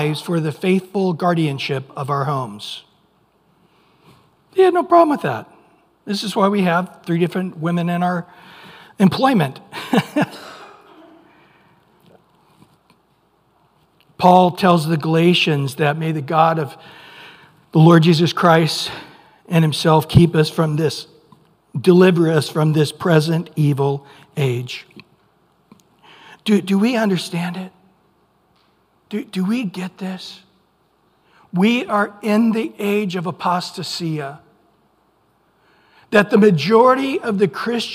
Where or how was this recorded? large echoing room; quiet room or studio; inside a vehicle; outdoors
large echoing room